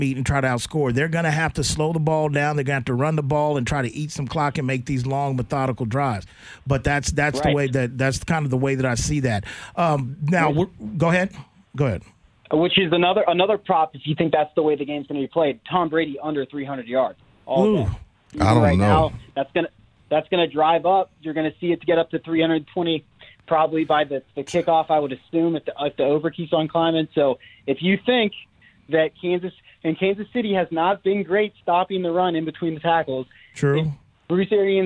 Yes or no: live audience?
no